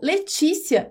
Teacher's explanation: Então, Letícia, eu pronuncio como uma paroxítona terminada em ditongo, porque o i e o a ali, para mim, ficam muito juntinhos. Para mim, é um ditongo, não um hiato.